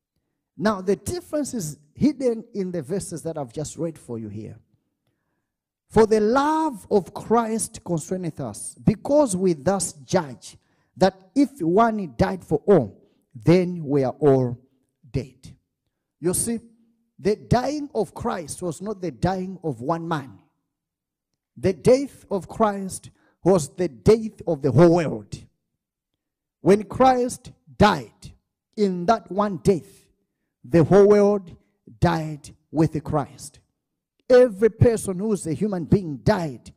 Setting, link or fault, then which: setting, large echoing room